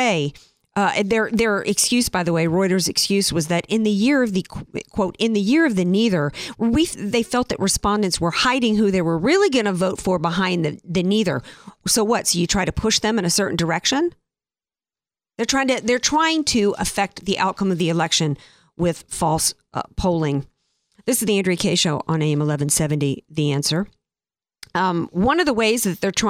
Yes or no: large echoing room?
no